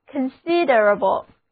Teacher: 重音放在第二个音节上，单词就读作 considerable